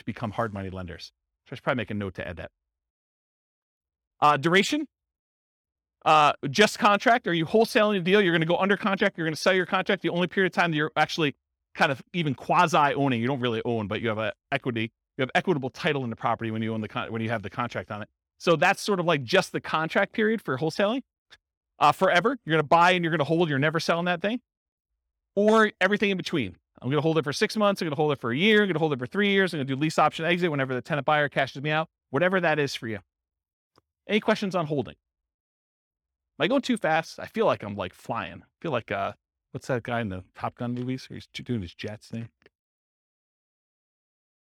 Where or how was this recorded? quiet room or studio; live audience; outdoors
live audience